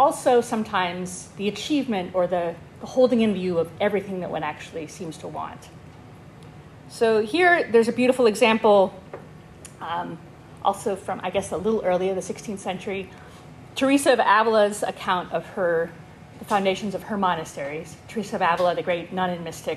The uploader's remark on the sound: This lecture was given on September 14, 2023, at Yale University